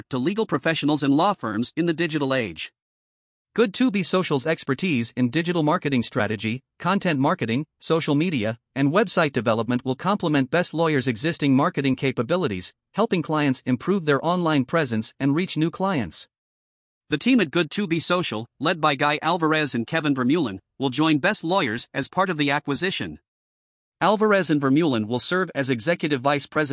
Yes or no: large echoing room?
no